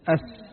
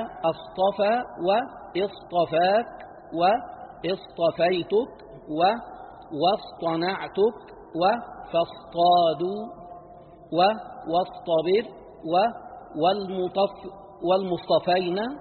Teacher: ذكر الصاد وهو حرف صفير مهموس مطبق مستعل، فإن التقى بالطاء أنعم بيانه وأعطي حقه من الإطباق والاستعلاء، وإلا انقلب سينا · Shown in: second take